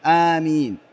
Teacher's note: يقولها يمد بها، يعني يرفع بها صوته يمدها آمين، فمعناها طلب الاستجابة أو اللهم استجب.